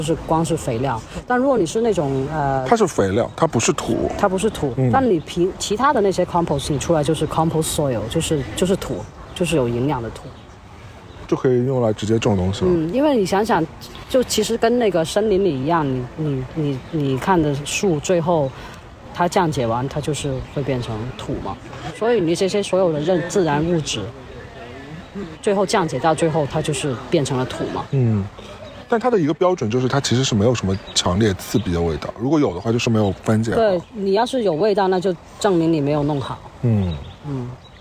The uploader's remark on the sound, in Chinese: 本期纯户外录音，敬请享受水声鸟鸣和小狗戏水的背景音